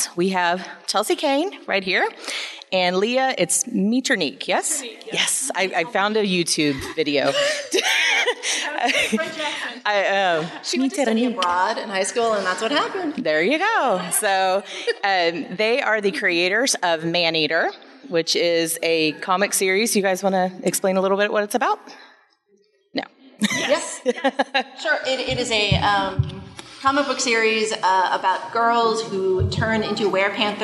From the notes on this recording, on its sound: Live from Comicpalooza. This panel was live at Comicpalooza.